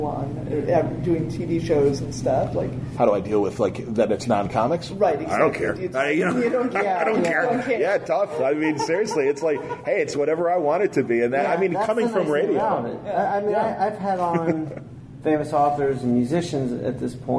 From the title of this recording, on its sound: Cincy Comicon Podcast Panel